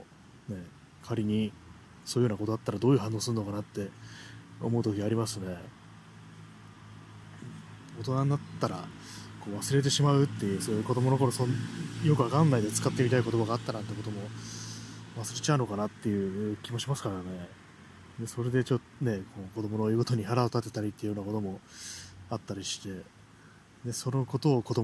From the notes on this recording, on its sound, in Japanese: 散歩しながらの録音